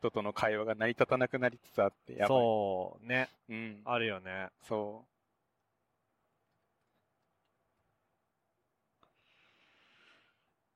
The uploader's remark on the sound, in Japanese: 北海道でドライブしながら収録しました。